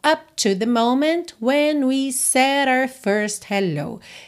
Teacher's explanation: Up to the moment, então não precisa fazer o up, up, não precisa marcar o P, tá? Consoante oclusiva, você pode só encerrar o som da vogal.